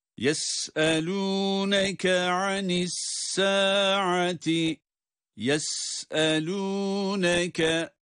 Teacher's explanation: Sin ince okunuyor. Yes ve ses akıyor. Evet, sesin akarak çıkması var.